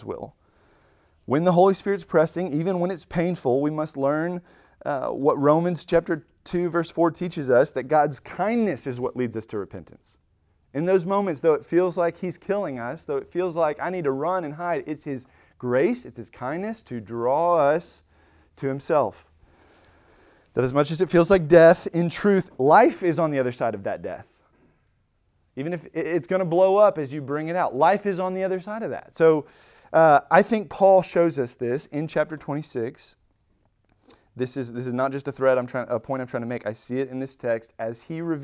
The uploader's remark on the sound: Recorded at Emmaus Church in Buford, GA on Wednesday, April 12, 2023.